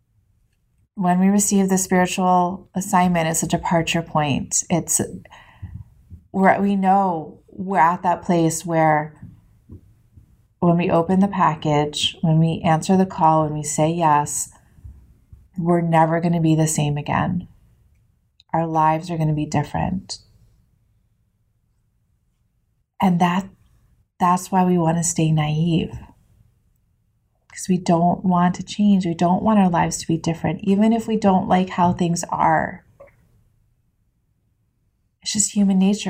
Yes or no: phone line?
no